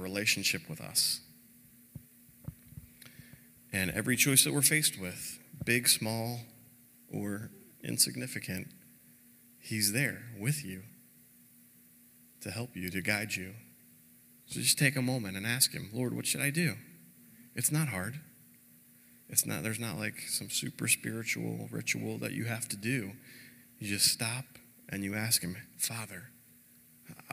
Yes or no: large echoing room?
yes